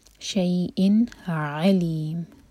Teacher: اس کو عین پڑھنا ہے، حمزہ کی آواز نہیں آنی چاہیے ورنہ میننگ بالکل بہت غلط ہو جائے گا، یعنی علیم ہوتا